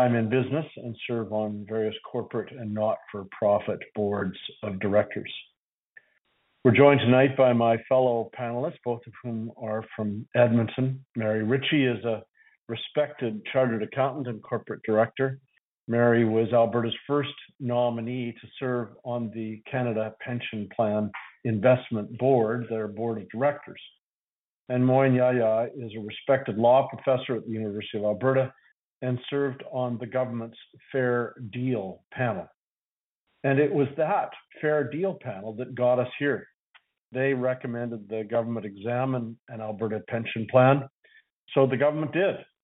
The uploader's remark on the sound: Central Alberta Telephone Town Hall